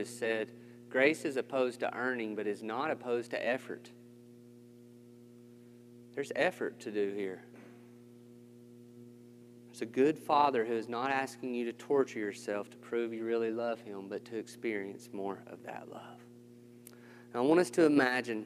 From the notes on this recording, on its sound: This sermon was recorded on June 20th, 2021 at Matthew's Table Church in Cleveland, TN